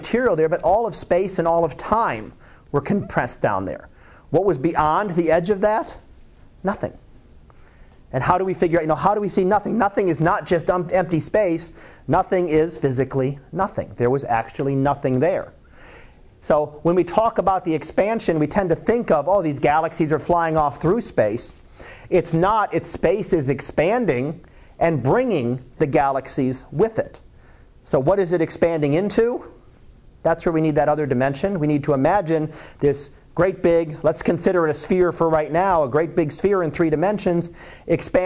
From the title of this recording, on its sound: Live Class Lecture